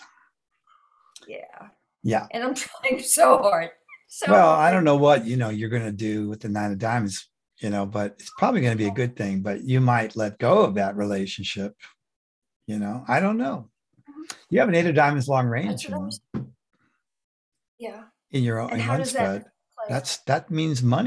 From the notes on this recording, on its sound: The shows are now all hosted on Zoom.